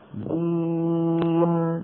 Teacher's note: هذه النون لما وقفنا عليها سكنت فصار فيها مطة جزئية لأنها بين الرخو والشديد